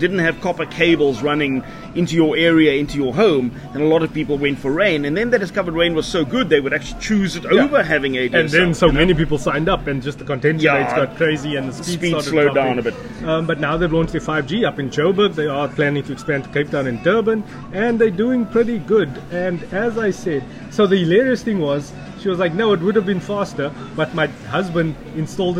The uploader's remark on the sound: Recorded at Cincinnati Spur, Howard Centre, Pinelands. Recorded on iPad Mini 5 + Boya shotgun mic.